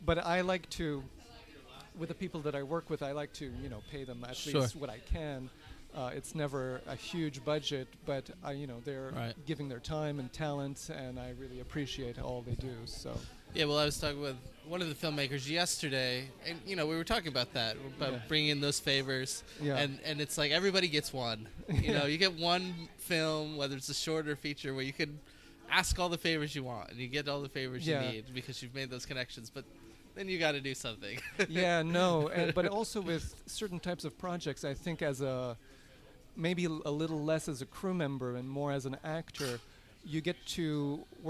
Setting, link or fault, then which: setting, busy venue